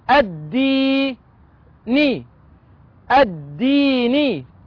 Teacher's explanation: لام شمسية مضغمة في الدال المكسورة